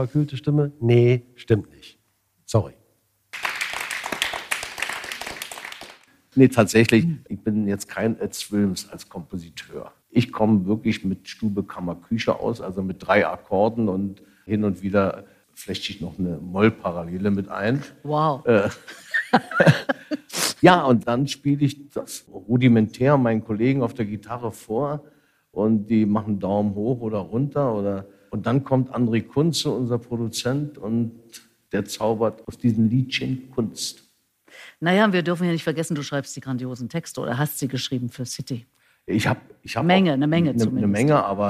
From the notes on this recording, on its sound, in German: LIVE-Podcast im Kulturhaus „Peter Edel“ in Berlin-Weißensee